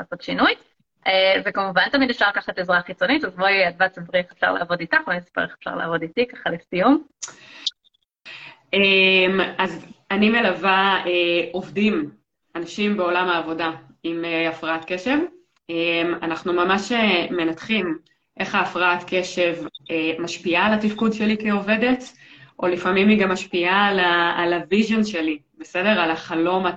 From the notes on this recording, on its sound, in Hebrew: הפרק הזה הוא בעצם לייב שהוקלט באינסטגרם.